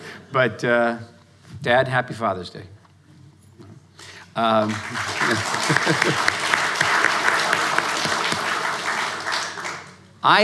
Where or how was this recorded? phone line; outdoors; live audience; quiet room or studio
live audience